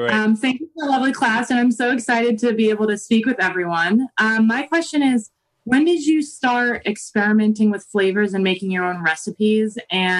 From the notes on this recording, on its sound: We held a special live webinar, from which this podcast is recorded.